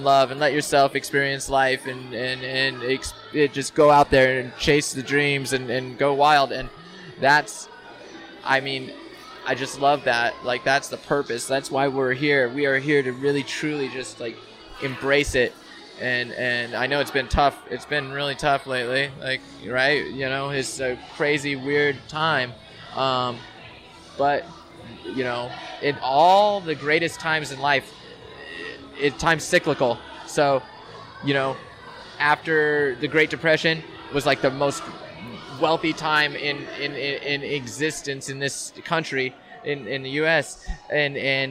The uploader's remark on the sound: Live in person at Los Angeles Swim Week, which was having its first run-through in the LA area. We had surprise guests.